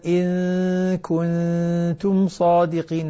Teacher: النون مع الكاف إخفاء والنون مع التاء إخفاء، وكلاهما يحتاج إلى غنة مشبعة. بعض الأخوة الذين يقرؤون يعني ينتبه للحكم الأول، حكم الإخفاء الأول، ويترك الحكم الثاني.